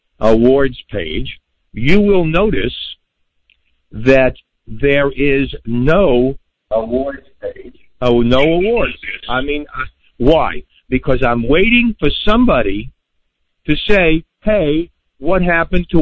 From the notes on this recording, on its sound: Semi Annual call in show. This week listeners call in to ask questions and comment on shows past and future.